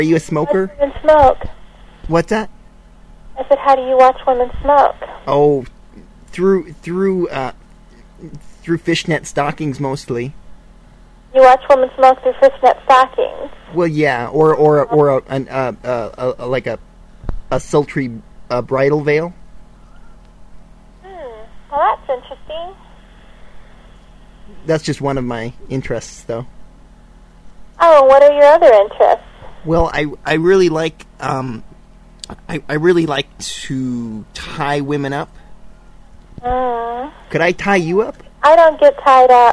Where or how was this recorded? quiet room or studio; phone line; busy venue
phone line